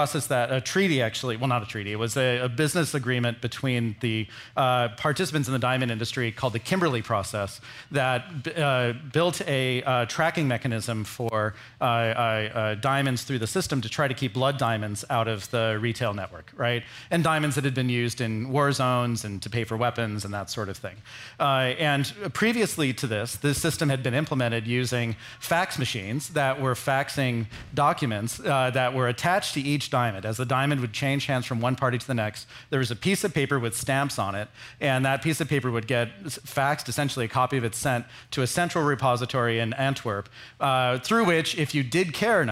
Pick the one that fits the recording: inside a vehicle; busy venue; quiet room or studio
busy venue